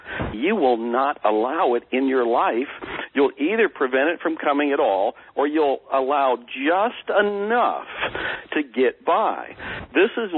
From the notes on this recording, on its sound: Please excuse the audio quality, this was a recorded telephone conversation